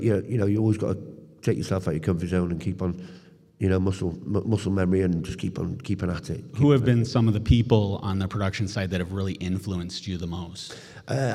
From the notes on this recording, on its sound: live on the ECPCTV Stage at ICCC 2023